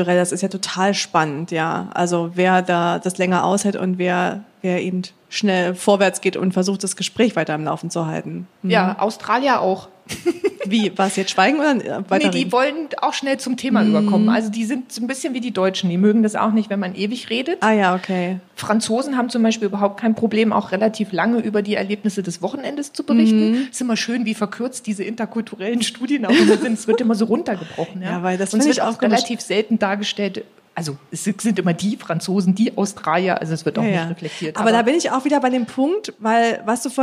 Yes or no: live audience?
yes